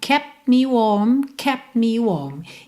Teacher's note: Eu seguro um pouquinho esse lábio, sabe? Esse encontro labial por um pouquinho mais de tempo.